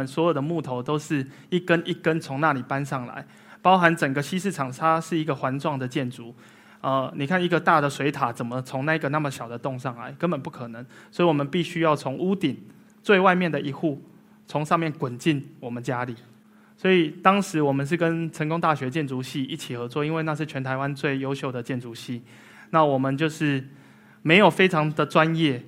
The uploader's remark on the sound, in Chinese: 一席现场